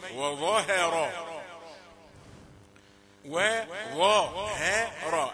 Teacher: الهاء رقيقة بين المفخمين